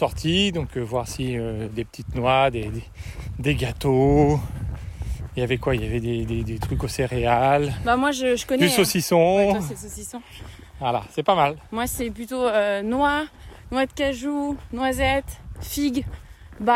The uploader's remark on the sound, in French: Une parenthèse en Live lors d'une sortie.